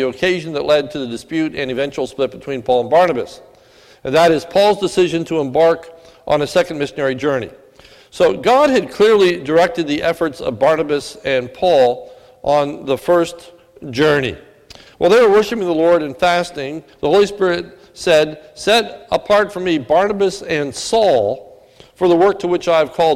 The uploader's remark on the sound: This is a sermon recorded at the Lebanon Bible Fellowship Church at the Lebanon Bible Fellowship Church in Lebanon, PA on 12/3/2017 during the evening service